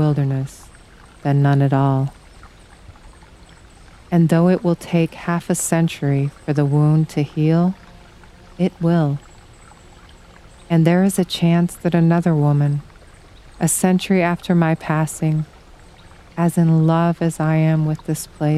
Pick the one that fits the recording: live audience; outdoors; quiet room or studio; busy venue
outdoors